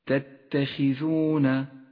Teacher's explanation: حرف الخاء جاء مكسورا ومع ذلك يفخم ولكن بأدنى درجات التفخيم لأنه جاء مكسورا، هكذا تتخذون وليس تتخذون فإنه خطأ.